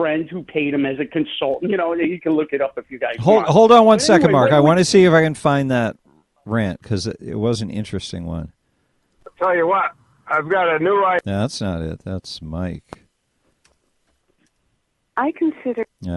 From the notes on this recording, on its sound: take phone calls